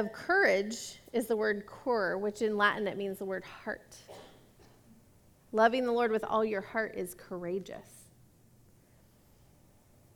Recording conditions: large echoing room